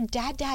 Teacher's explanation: they're tapping the top of their mouths, their little bumps there, their alveolar ridge, they're tapping that with their tongues · Term: tongue tapper sound